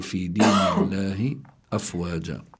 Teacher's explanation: اللام لفظ الجلالة الله لابد أن يكون مرققا لأن ما قبله مكسور